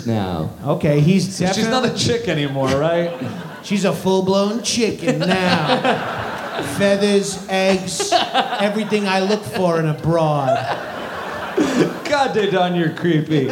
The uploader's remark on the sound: Live in Montreal! Live at Just For Laughs comedy festival in Montreal!